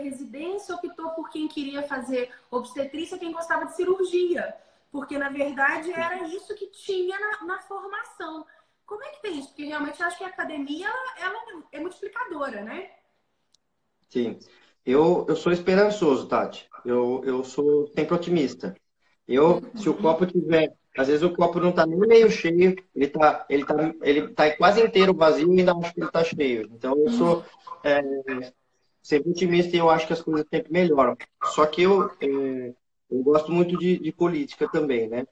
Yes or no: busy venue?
no